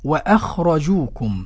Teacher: الهمزة مرققة والخاء مفخمة والجيم معطشة وتمد مدا طبيعيا